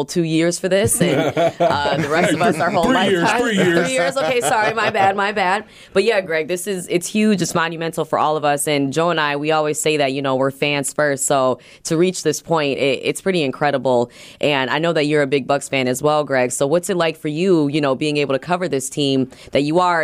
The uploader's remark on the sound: LIVE from the NBA Finals in Phoenix, AZ.